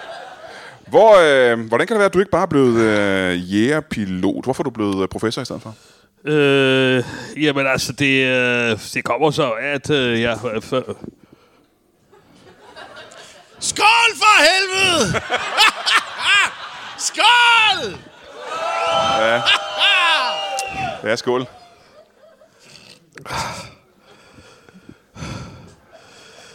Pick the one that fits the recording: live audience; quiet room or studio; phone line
live audience